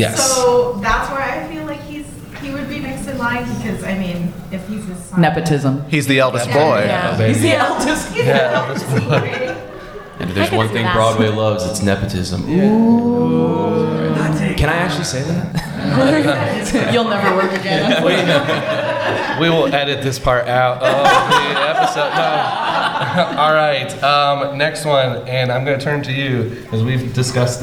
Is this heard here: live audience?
yes